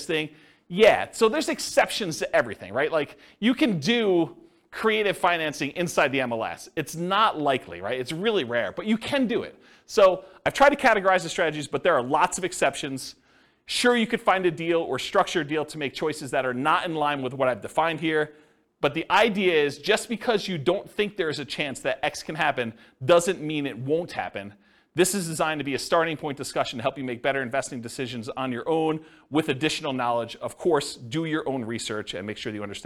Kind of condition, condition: setting, live audience